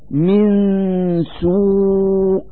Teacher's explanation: نلفظ النون الساكنة من كلمة من مخرج السين من كلمة سوء، فنقول: من سوء، مع إظهار الغنة التي تدل على وجود النون الساكنة.